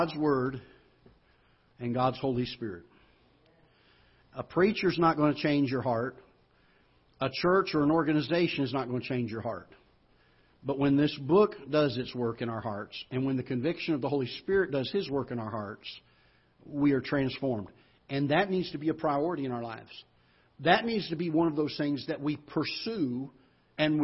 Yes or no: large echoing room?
yes